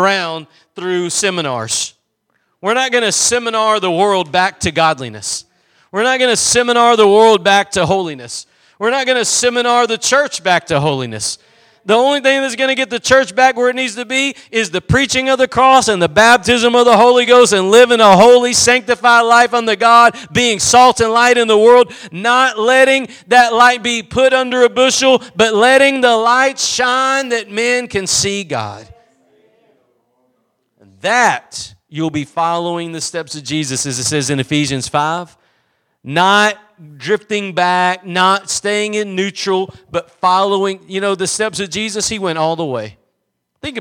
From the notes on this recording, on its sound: Preached at Gospel Lighthouse in Bossier City, La.